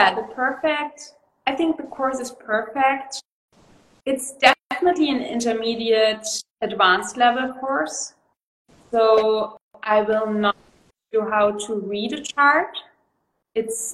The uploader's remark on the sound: This is a conversation I recorded on Instagram Live